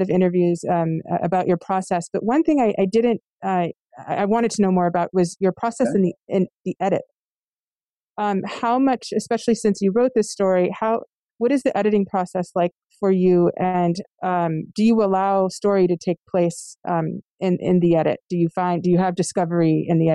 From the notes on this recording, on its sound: in a virtual Q&A